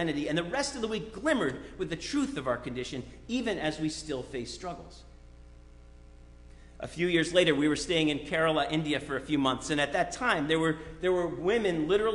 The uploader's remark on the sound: Sermon preached at RCHP